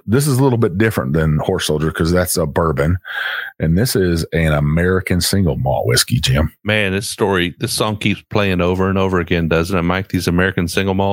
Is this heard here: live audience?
no